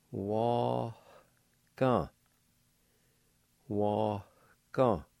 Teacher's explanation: right between the A and the G, there's going to be a faint H sound